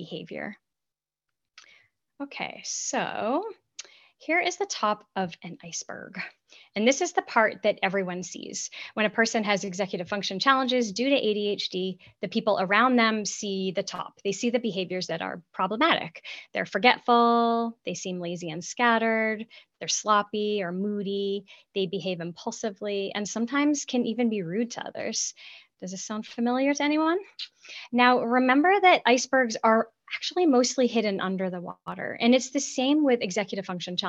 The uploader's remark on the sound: The audio from the webinar AND a bonus Q&A section.